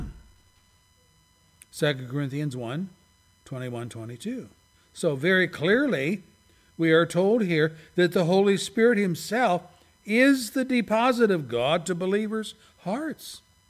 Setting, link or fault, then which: setting, large echoing room